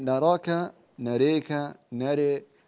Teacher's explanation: كأنك رققت الراء ولم تقللها يعني بالدرجة المطلوبة